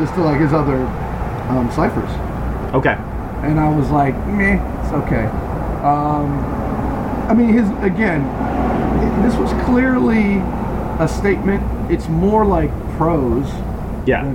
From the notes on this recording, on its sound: lots of the soothing sounds of cleaning equipment!